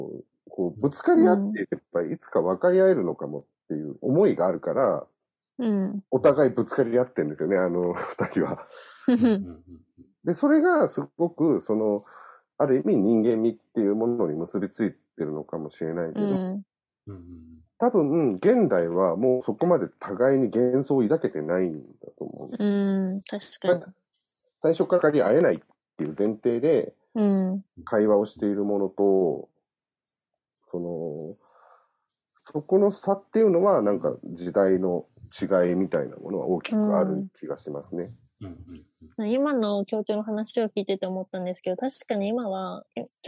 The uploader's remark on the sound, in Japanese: 今回もリモート収録の為、音声に若干違和感もありますが、ご了承くださいませ。